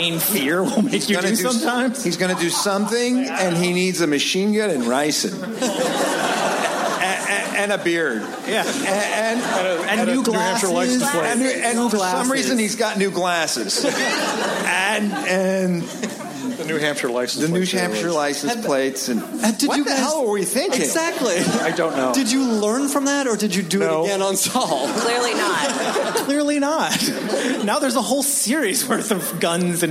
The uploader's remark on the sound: Recorded live at Largo at the Coronet on April 13, 2015.